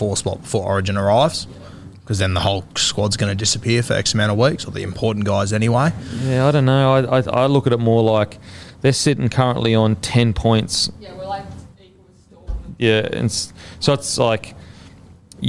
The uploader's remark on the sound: in front of our live crowd